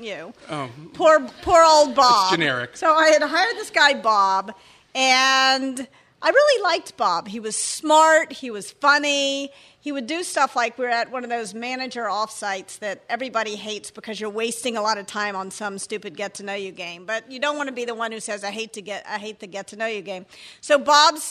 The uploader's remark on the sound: Before a live audience in San Francisco.